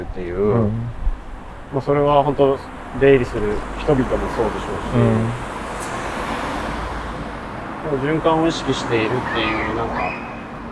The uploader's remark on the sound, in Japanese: 誰かと散歩しながら収録しております。五所川原市に遊びにきてくれた。五所川原立佞武多を観賞後に。市内を散歩しながら駅までお送りした道中に収録（2022.8.8）しております。祭りが終わった後の高揚感と寂しさが共に流れる街の風に言葉をゆだねながら。